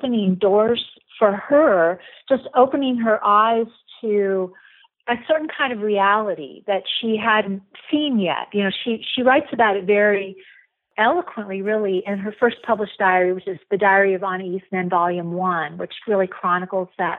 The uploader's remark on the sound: A note on the audio quality of this episode. Via telephone for this interview.